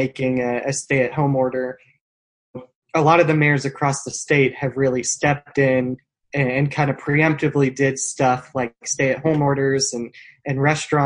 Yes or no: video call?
yes